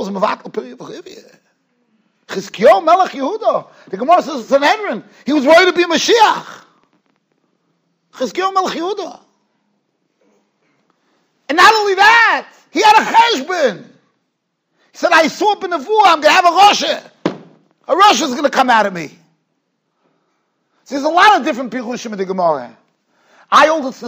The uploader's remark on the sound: Shiur recorded in Yeshivas Ohr Reuven, Monsey, NY.